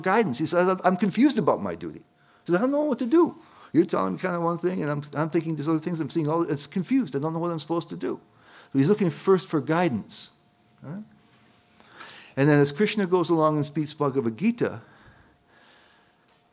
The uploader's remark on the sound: at the ISKCON of DC temple in Potomac, Maryland